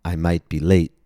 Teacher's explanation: The first T in might comes right before the letter B in the word be. Because this T comes right before a consonant, it may be pronounced with a glottal stop.